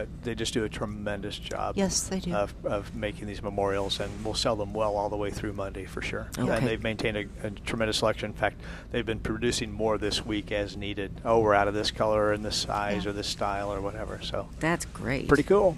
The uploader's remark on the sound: Live at Prairie Gardens